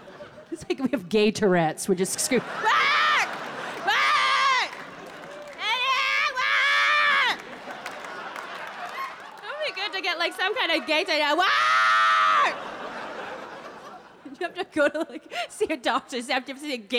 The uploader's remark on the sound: performs in front of a live audience